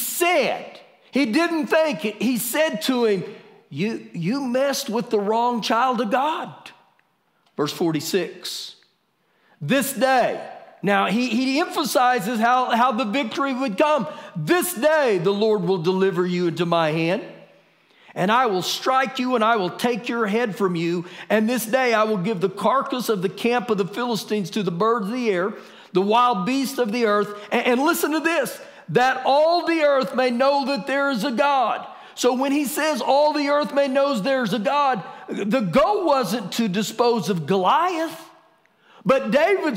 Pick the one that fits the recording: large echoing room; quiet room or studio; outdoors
large echoing room